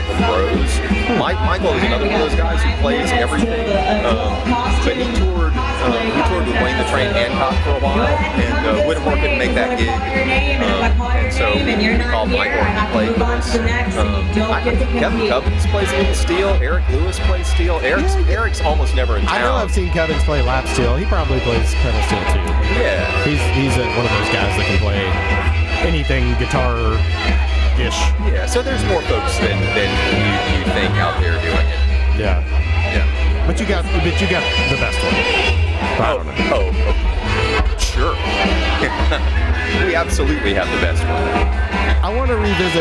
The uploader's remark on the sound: on location at Midtown Con.